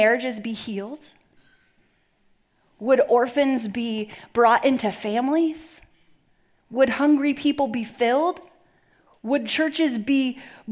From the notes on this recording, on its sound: Message delivered at the Benicia campus